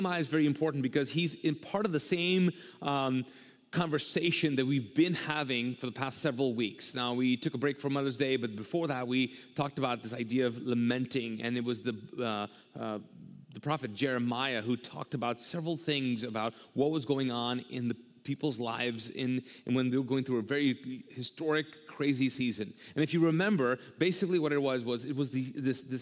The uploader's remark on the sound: This episode was recorded live from the Mosaic Church "Hope Center" in Charlotte North Carolina.